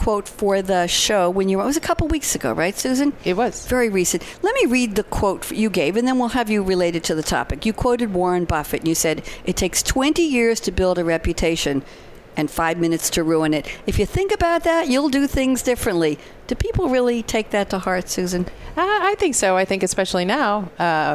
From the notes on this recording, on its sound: Live from Sap Sapphire Now 2017